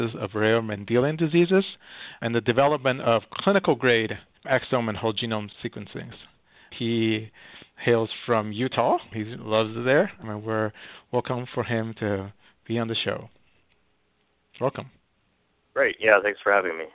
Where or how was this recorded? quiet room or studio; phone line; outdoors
phone line